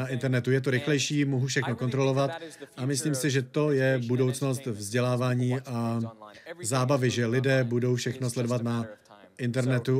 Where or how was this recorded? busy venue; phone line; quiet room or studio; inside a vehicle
busy venue